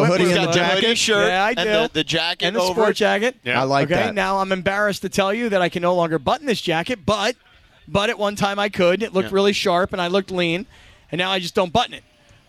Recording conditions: busy venue